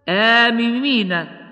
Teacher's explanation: فكلمة آمين أصلها آممين، وسكنت الميم الأولى وأدغمت في الثانية